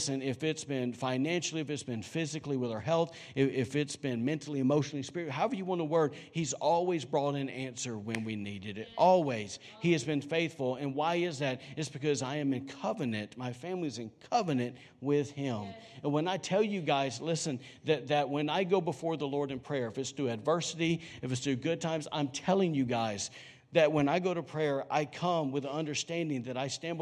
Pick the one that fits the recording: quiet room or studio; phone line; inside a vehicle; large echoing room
large echoing room